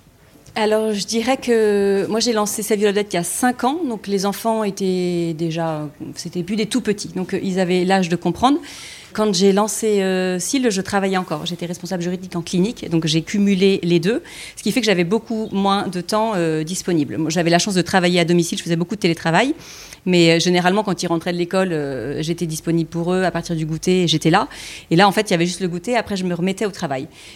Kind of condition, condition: setting, busy venue